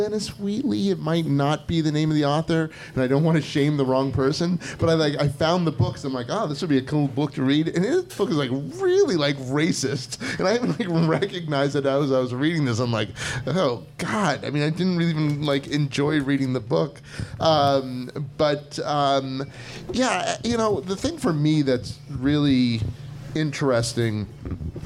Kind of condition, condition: setting, busy venue